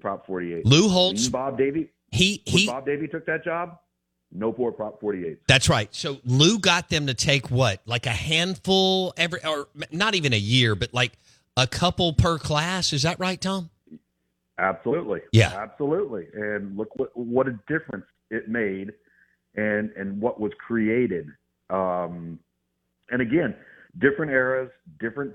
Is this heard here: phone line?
yes